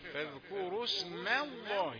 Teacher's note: ميم رقيقة قبل لفظ الجلالة بيحصل لها تفخيم لمجاورتها لتفخيم لفظ الجلالة